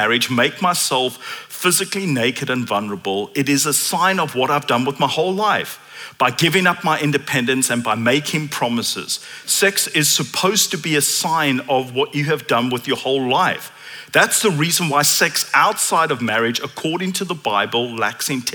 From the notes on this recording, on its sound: at Common Ground Church Rondebosch on the 19th of November 2023.